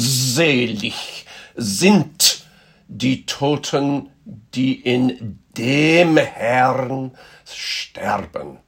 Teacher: Make sure, sopranos, that on this first note you make a crescendo through the five beats and get right through to the end of the word. Make sure you start with a strong z sound.